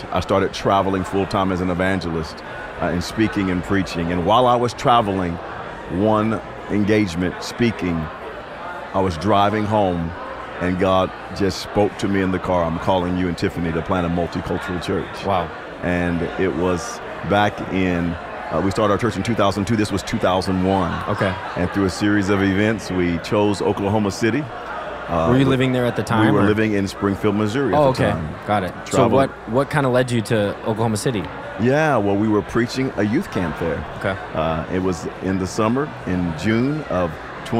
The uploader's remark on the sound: One of the speakers at River Valley Conference 2023. This special episode that we filmed live at our Conference lobby.